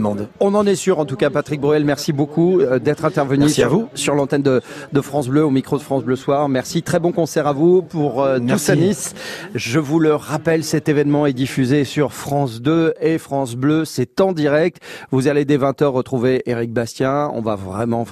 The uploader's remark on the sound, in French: La fête de la Musique en direct de Nice